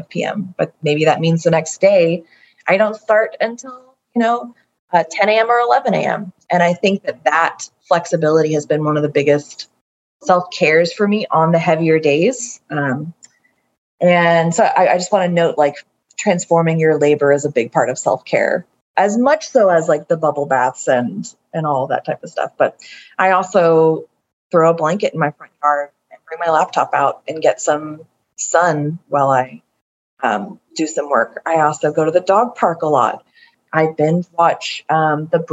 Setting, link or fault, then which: link, video call